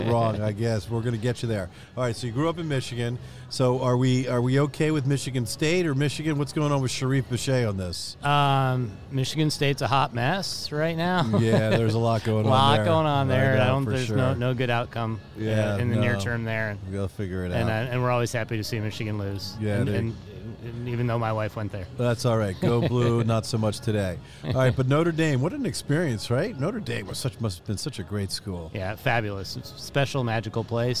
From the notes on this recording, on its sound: during the Orthopedic Summit meeting in Boston last month